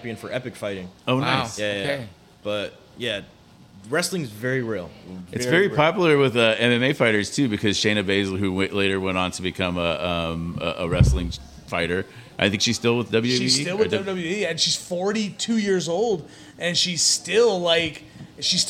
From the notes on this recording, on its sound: Live from the Wheelhouse Lounge. Gets a giant cramp in his leg and almost takes out the entire sound board.